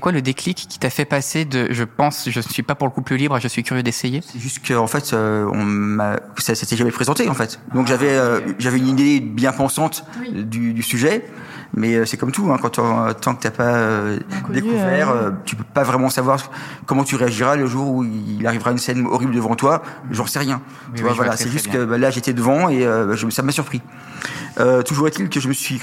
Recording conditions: busy venue